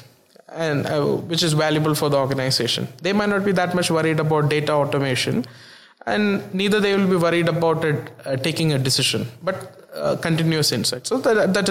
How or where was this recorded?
busy venue